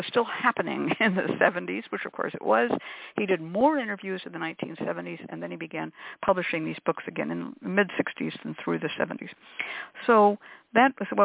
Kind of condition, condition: link, phone line